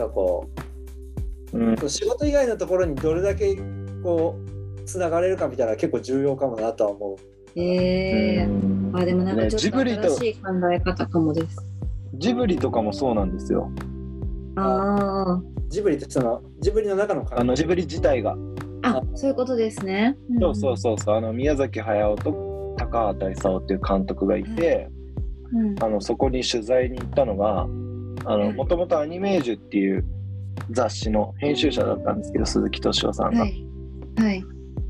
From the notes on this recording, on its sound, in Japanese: 初のオンライン収録で音響設定をミスってしまい音質がだいぶ悪いです